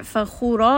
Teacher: خَا is going to be heavy. And then رَا here is also going to be heavy. And then we end here on مَدِّ الْعِوَدِ.